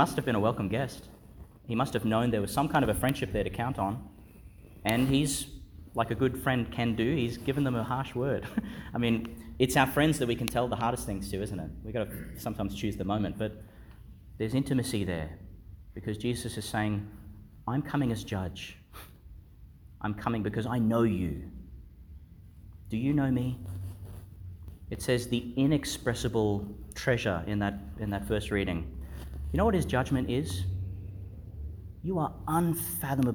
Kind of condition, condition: setting, large echoing room